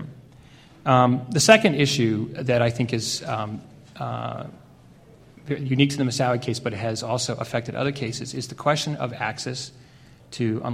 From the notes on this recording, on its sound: The Federalist Society's Criminal Law Practice Group presented this panel discussion at the 2006 Annual National Lawyers Convention on November 16, 2006.